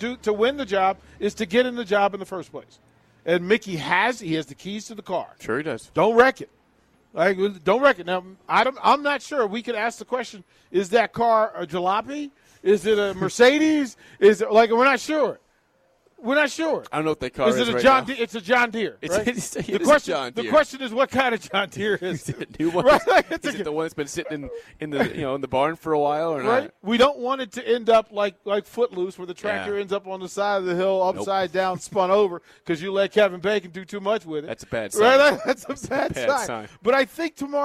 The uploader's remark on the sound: Nebraska Football Talk Live from Barry's.